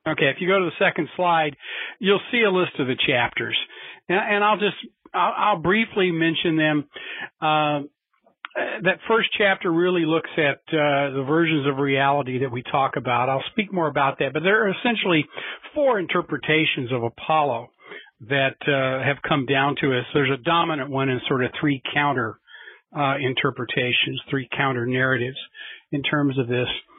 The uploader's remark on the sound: a Future in Space Operations teleconference